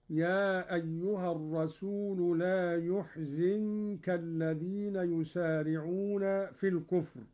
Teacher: قرأ قالون بضم الياء وكسر الزاي هكذا: يا أيها الرسول لا يحزنك الذين يسارعون في الكفر، من أحزن رباعيا.